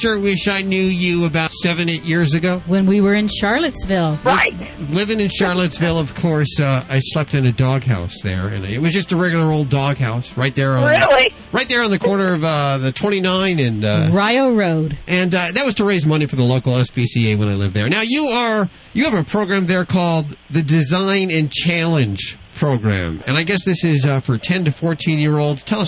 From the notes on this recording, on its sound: Listener phone calls.